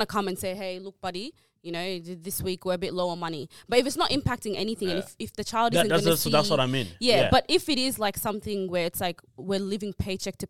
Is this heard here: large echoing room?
no